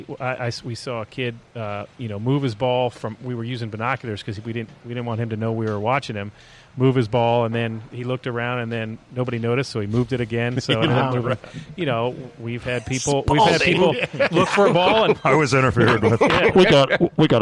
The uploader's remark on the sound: Taped live at GolfDom Golf in Tyson's Corner, VA.